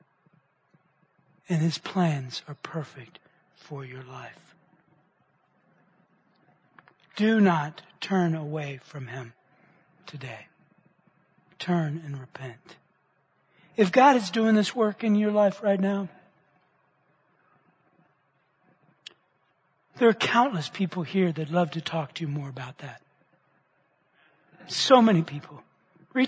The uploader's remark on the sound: Which he preached at the Church at Brook Hills.